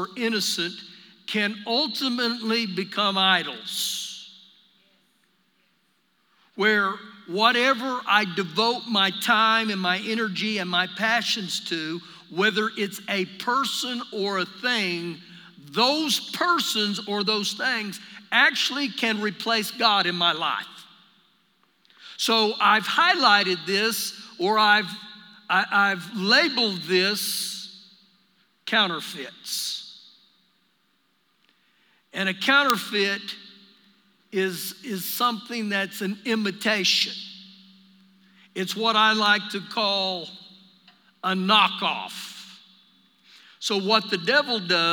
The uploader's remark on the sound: Recorded live during our Wednesday night service